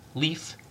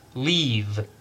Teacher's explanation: you can hear how the vowel sound in leaf is very short, but leave, it's longer